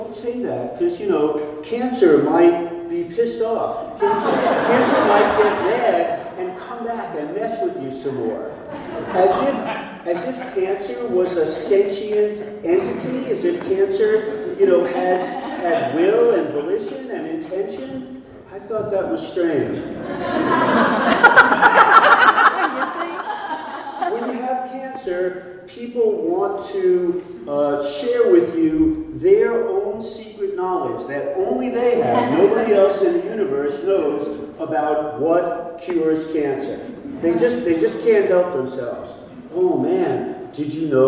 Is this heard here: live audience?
yes